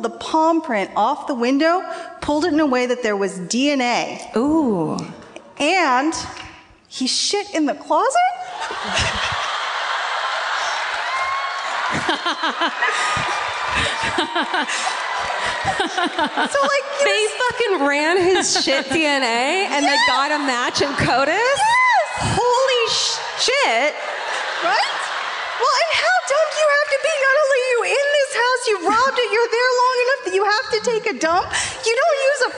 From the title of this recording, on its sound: Live at the Orpheum in Los Angeles